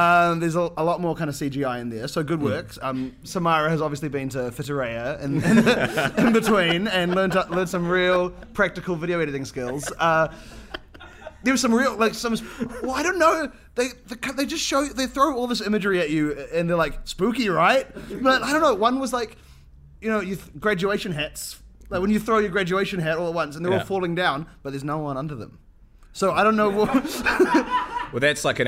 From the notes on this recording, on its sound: Our first live episode!